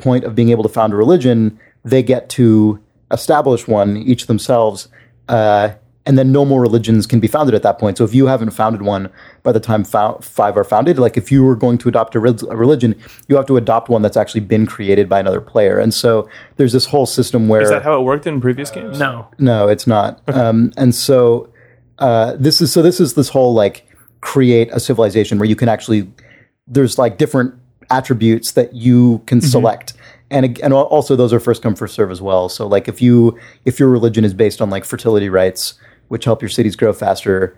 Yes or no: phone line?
no